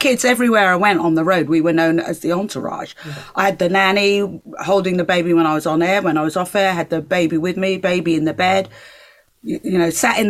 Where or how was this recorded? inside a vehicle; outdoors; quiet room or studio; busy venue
quiet room or studio